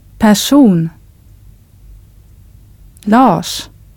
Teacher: The R and S come together as one single sound · Term: R plus S